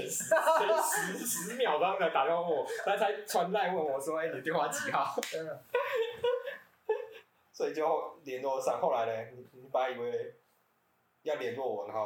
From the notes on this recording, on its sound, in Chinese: 使用環境音較敏感的設備，音質不好請見諒。收音品質，我們正在努力。